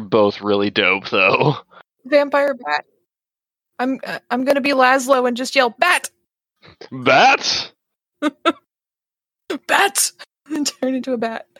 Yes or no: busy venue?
no